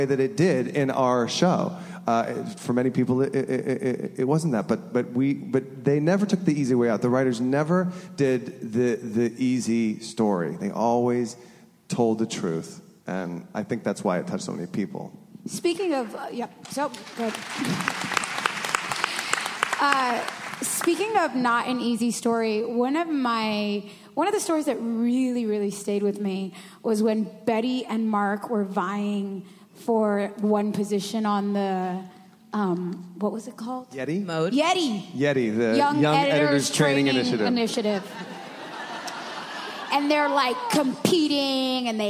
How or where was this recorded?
busy venue